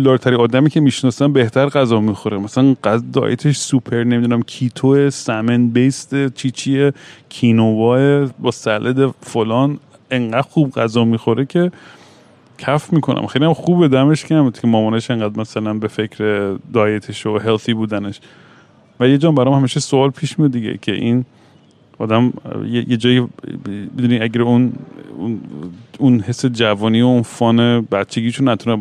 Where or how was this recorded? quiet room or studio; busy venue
busy venue